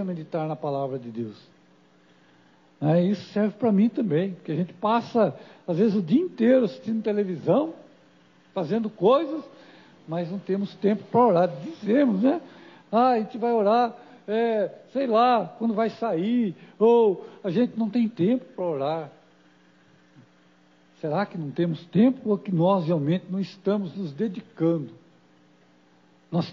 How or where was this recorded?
large echoing room